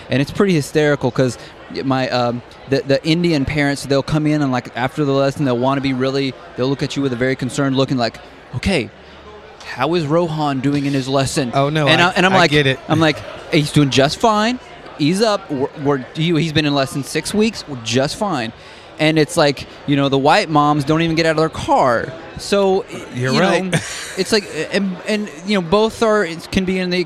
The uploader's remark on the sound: We sat down in front of Starbucks in the Hilton hotel during the Anaheim NAMM Convention